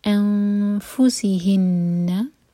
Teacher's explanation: اخفا ایسے کریں گے کہ فا کے لیے ہماری زبان تیار ہو. انفسہن، اور سین پر وسل والا ساؤنڈ.